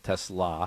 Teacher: you're supposed to have an emphasis on the last syllable, Tesla. And then along comes a guy who invents a car that has basically spelled the same way as your last name.